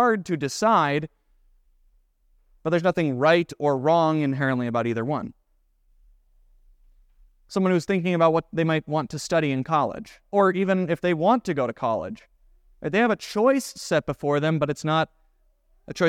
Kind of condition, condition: setting, large echoing room